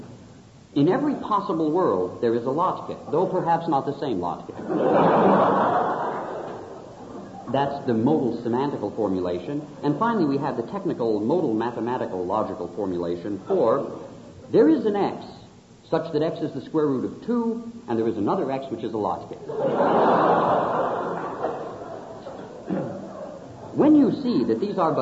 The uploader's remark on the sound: Lecture from the 1976 Latke-Hamantash Debate at the University of Chicago.